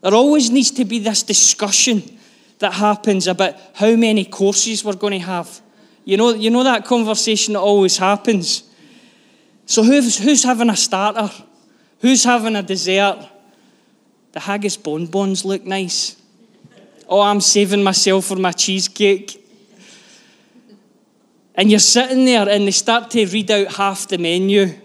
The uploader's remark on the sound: Live from our Sunday gathering on 05/03/23